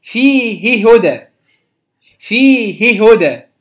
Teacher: أشبعنا الحركة كي نظهر الهاء، لأن الهاء حرف خفي، حرف ضعيف · Term: الإشباع